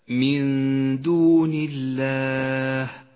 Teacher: لاحظ لام لفظ الجلالة، رققه لأنه سبق بحرف مكسور، هكذا من دون الله.